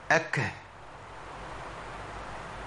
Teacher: لابد ليه من خروج نفس فقط، ما يطلعش صوت. نفس غير صوت، همس يعني جرار النفس · Term: الهمس